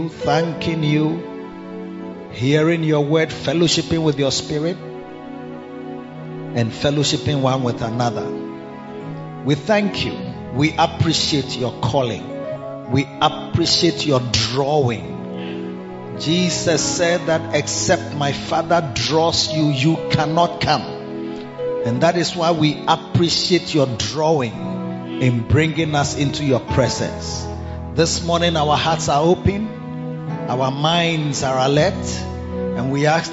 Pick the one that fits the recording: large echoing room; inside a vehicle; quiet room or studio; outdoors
large echoing room